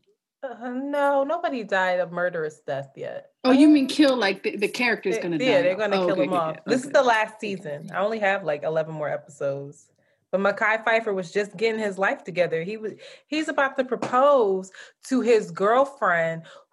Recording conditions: video call